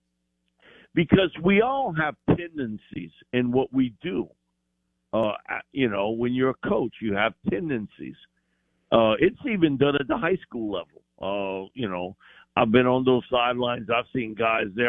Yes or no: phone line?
yes